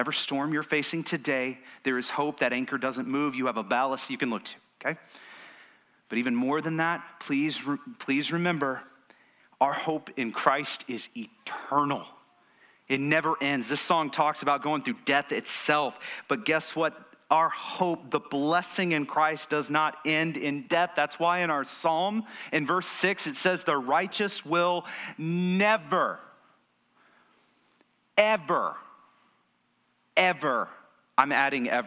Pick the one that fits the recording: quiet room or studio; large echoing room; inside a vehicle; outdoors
large echoing room